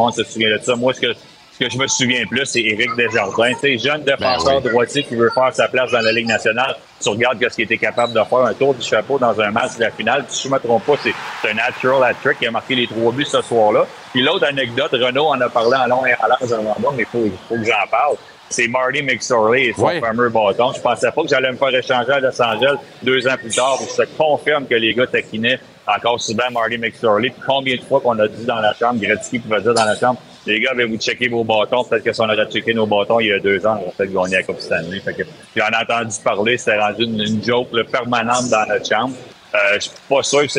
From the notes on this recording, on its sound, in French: en direct du grand défi Pierre Lavoie